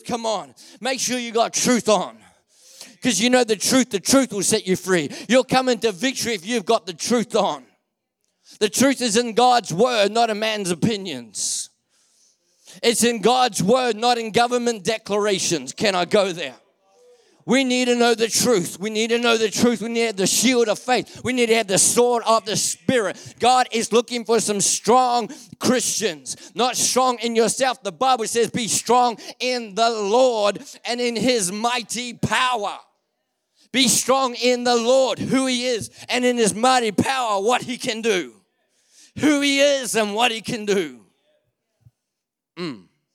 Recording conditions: large echoing room